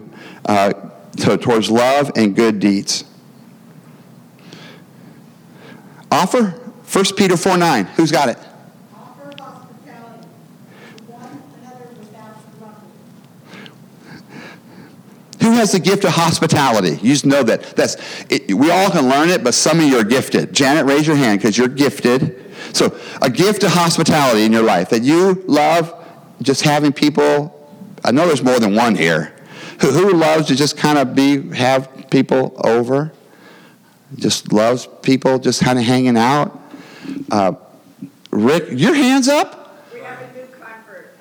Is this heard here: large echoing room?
yes